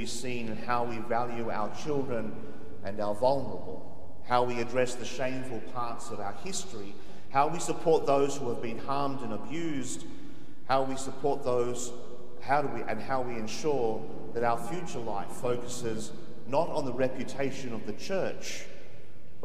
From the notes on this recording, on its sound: The homily from Sacred Heart Cathedral, Hamilton